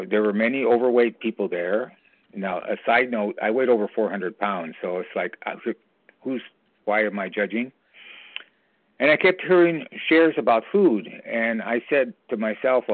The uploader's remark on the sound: from the 100 Pounders Phone Meeting, 5/28/23